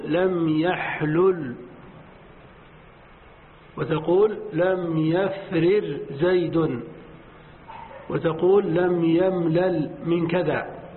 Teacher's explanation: الفك هو لغة الحجازيين، وهي اللغة الأفصح والأكثر